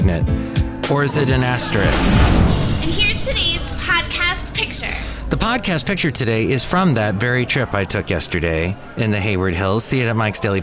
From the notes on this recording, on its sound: podcasts live from Café Anyway